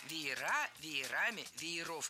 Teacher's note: слово «веер» имеет ударение на корне в единственном числе и ударение на окончании во множественном.